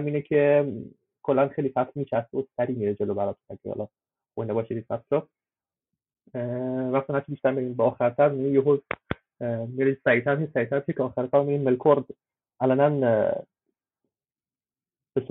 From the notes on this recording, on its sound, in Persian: این فایل محتوی جلسه آنلاین صوتی ضبط شده همراهان وبگاه آردا برای گفتوگو و تبادل نظر